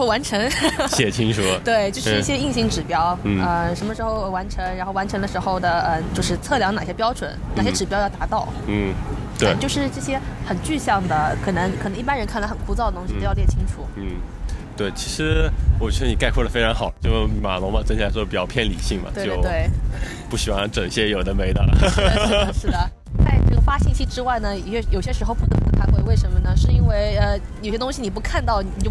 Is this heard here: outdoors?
yes